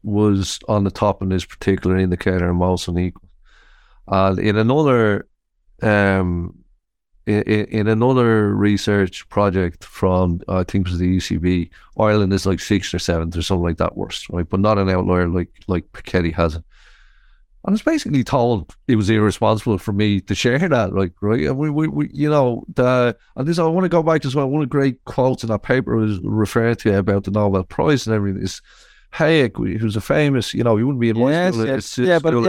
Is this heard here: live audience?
no